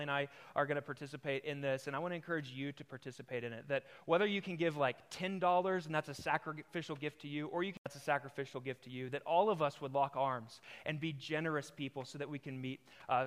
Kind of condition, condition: setting, large echoing room